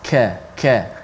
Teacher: Yang mana Qaf dengan Kaf makhraj yang dekat Tetapi sifatnya berbeza Kaf dia nipis Dan Kaf ada angin sedikit Ada hamas